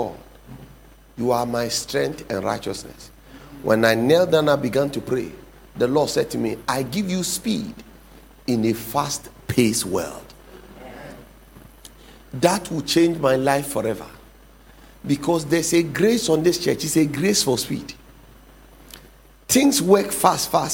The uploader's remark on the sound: Sermon title preached at The Faithlife Church, Ghana-Tema Community 3 Site A.